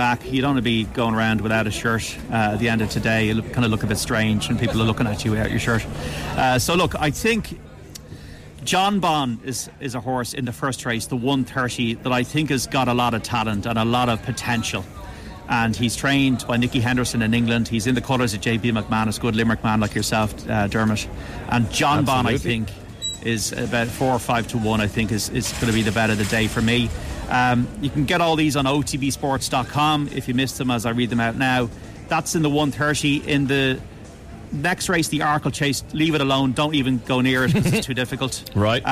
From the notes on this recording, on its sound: live from Cheltenham